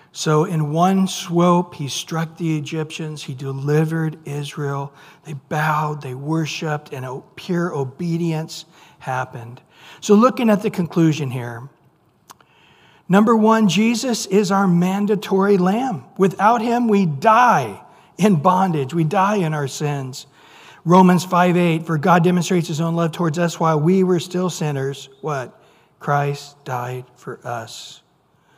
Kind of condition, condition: setting, large echoing room